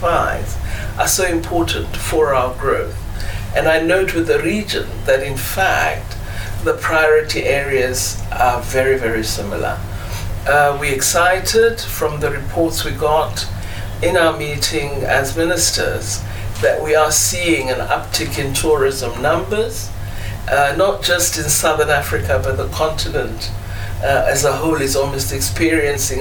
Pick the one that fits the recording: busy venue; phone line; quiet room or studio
busy venue